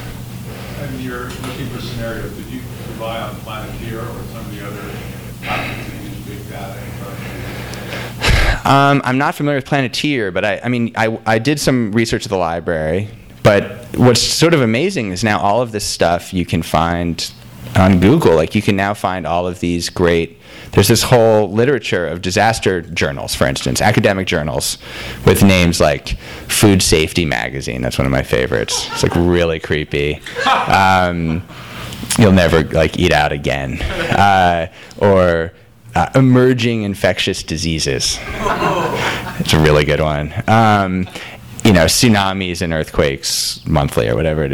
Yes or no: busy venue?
yes